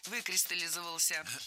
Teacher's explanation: Произносить это слово довольно сложно, так как ударяем первый слог, а потом идет много безударных слогов